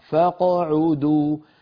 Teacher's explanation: الآية 83 إنكم رضيتم بالقعود أول مرة فقعدوا أيضا عفوا فقعدوا القاف ساكنة عودوا العين مضمومة فقعدوا فالقاف الساكنة لا تتأثر بالفتحة قبلها ولا بالضمة بعدها